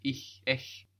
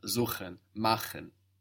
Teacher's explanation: So when we have an E or an I sound before CH, we get soft CH · Shown in: first take · ich, ech. And when we have another vowel, we get a hard CH, like in suchen, machen.